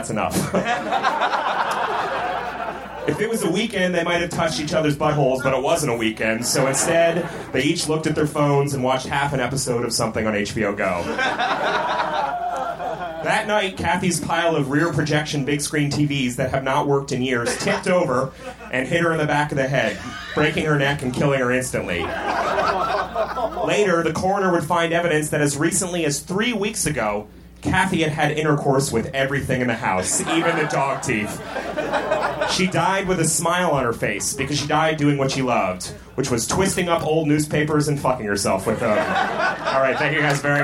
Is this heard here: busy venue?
yes